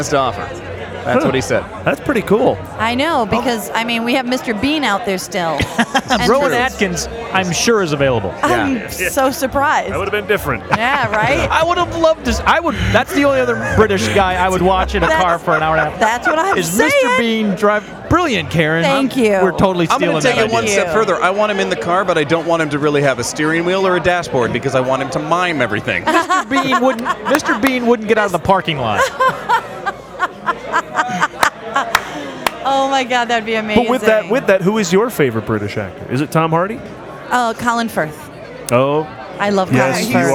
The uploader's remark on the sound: THE MOVIE SHOWCAST AT THE PHOENIX FILM FESTIVAL. The Movie Guys are broadcasting from The Phoenix Film Festival. It's a unique episode recorded at an awesome place.